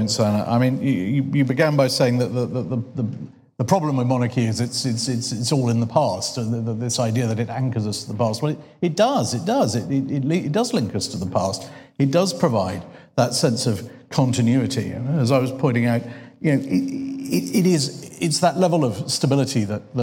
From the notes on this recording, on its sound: We bring you the New Statesman debate, recorded live at the Cambridge Literary Festival.